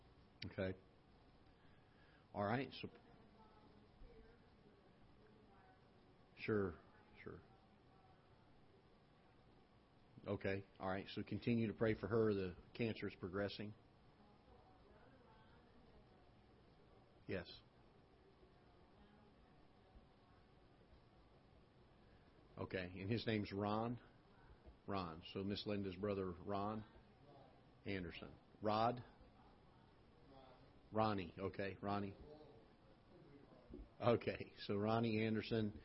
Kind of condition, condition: setting, large echoing room